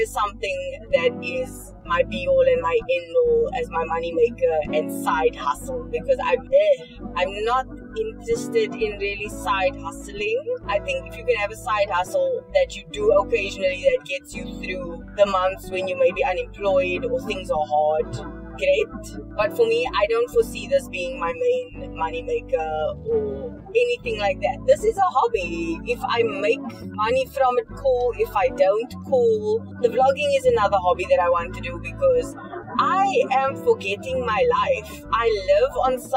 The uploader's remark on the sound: Records in traffic. Apologies for the audio quality, next week will be back to the usual set up.